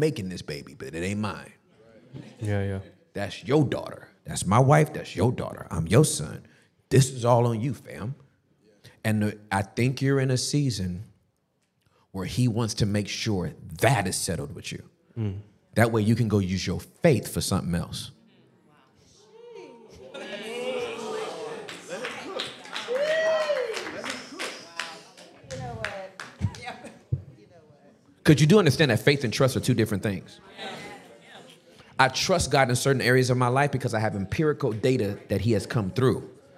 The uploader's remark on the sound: The Basement LIVE in NEW YORK CITY